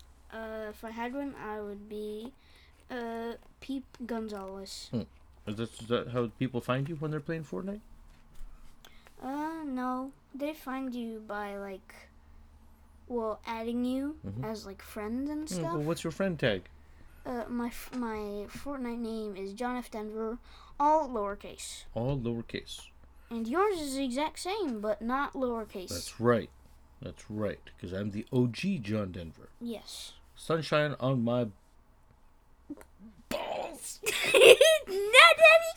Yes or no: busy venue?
no